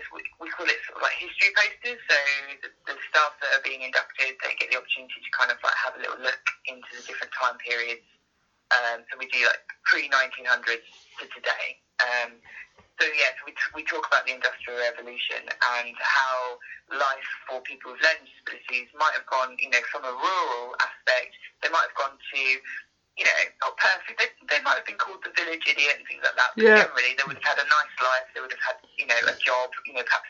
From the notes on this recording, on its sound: joining me via the phone, apologies about the sound